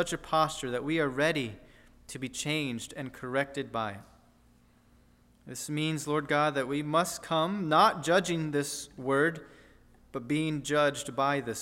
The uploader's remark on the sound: at First Baptist Church in Delphi, Indiana